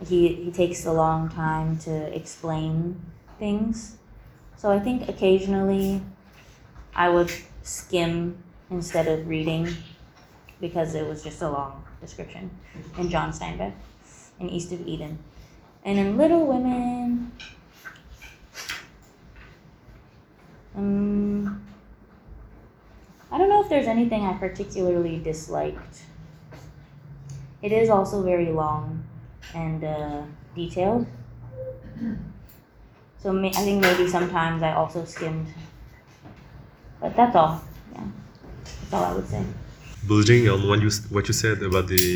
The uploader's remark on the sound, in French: ont eu le plaisir d'assister à une conférence